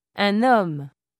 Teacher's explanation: The masculine form always has a nasalized vowel, but the N sound is pronounced before a vowel sound.